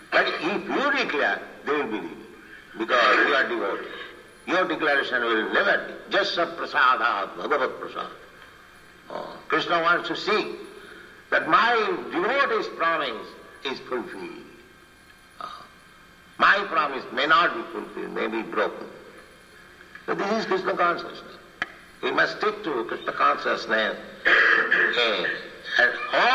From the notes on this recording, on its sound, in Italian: in diretta dal Tempio di Villa Vrindavana